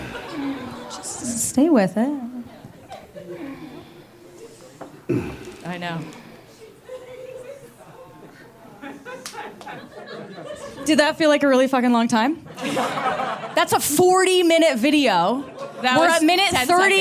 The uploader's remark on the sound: Performed a live show at Caveat in New York City.